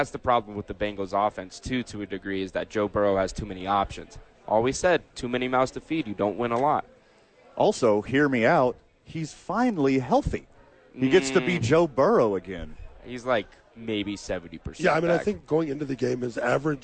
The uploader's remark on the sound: live from Howies!